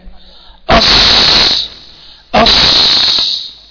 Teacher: في الصاد والظاء ما بيبقاش في التصاق كامل يعني، ما في محاذاة شديدة كده · لما تيجي تنطق الصاد تلاقي فيها شغل، تجري تطلع النفس يجري وتطلع الصفير بتاعها. أص تمام، أص مع الإطباق طبعا.